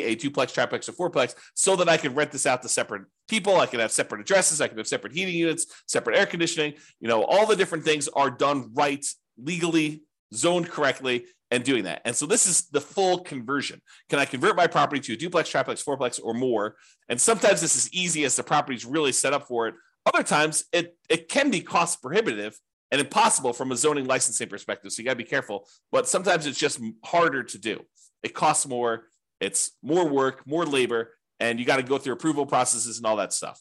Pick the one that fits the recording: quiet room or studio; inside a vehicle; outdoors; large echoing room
quiet room or studio